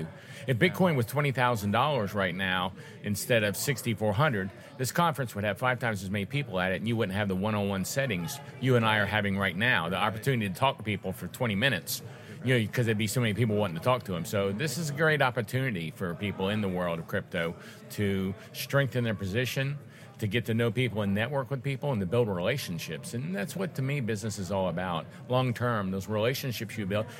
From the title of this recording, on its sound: Live from Texas Bitcoin Conference